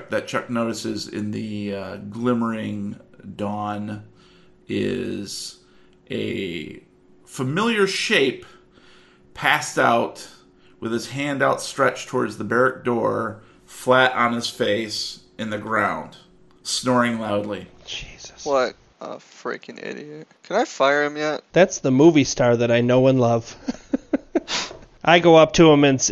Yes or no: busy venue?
no